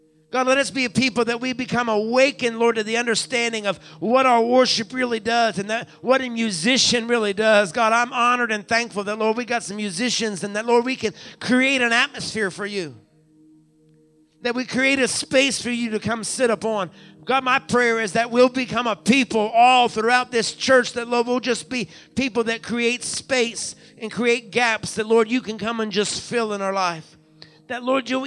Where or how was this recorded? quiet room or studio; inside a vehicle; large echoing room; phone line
large echoing room